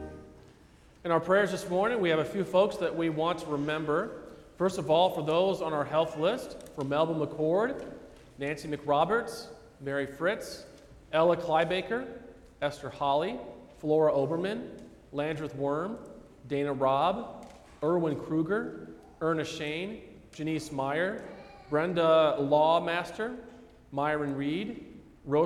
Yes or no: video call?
no